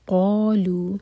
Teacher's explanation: قا اور لو دونوں مد تبعی، میک شیور کہ دونوں دو حرف کا لمبے ہوں